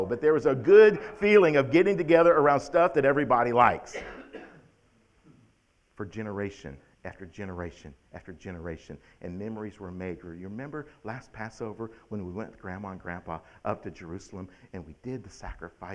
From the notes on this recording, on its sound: October 17th, 2021 at The Well, an Acts 29 and Converge Heartland Church in Hastings, NE